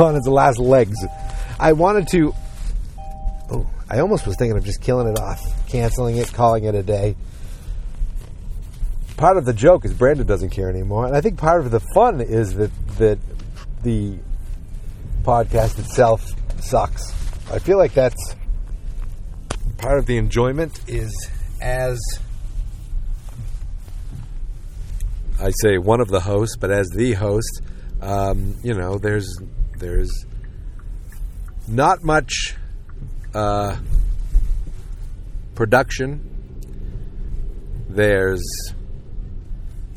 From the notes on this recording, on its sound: Just me talking in my car on the way to get some breakfast.